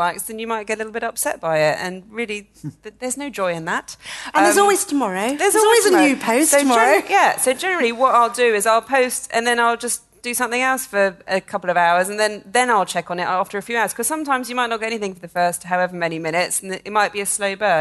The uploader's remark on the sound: In our first ever show recorded in front of a live audience. Recorded at the Roca London Gallery in Chelsea Harbour.